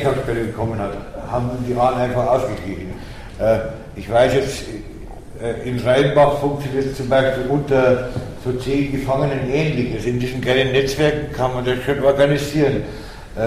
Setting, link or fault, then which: setting, live audience